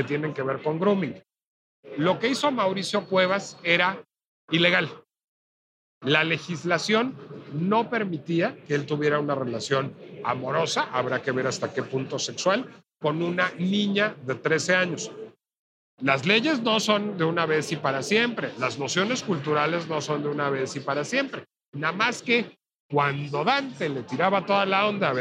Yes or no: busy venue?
yes